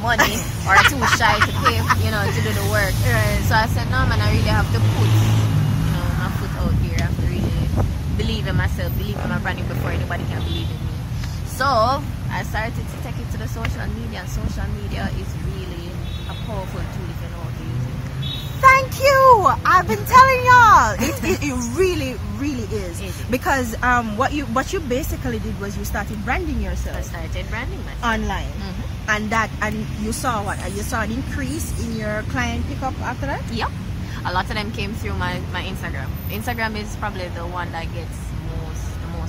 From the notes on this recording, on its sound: We had a wonderful time walking and talking in the gardens of the beautiful Pegasus Jamaica Hotel in the heart of Kingston Jamaica